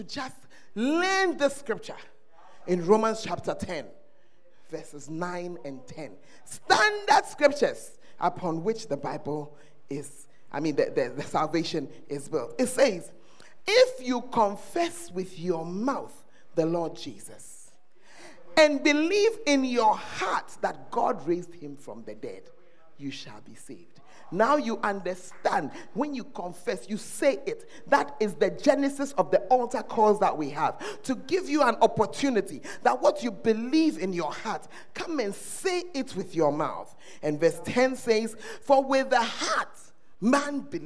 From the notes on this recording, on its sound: Preached at First Love Church, Ayeduase